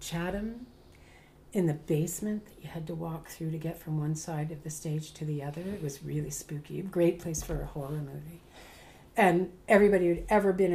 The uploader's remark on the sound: If you listen closely you can hear the clanking of dishes and the sounds of food being served and enjoyed!